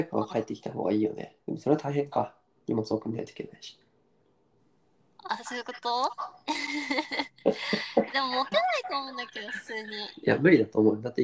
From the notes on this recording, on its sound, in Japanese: 初のリモート収録！ ノイズを押しのけてでも聞いてくれますかっ？